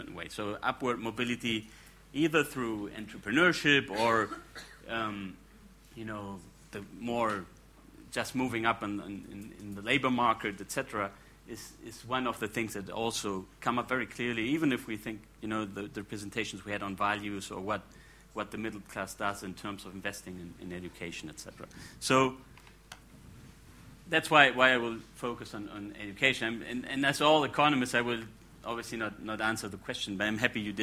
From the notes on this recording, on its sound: gives the second talk in the fourth plenary of the The Emerging Middle Class in Latin America: Causes, Challenges and Opportunities conference.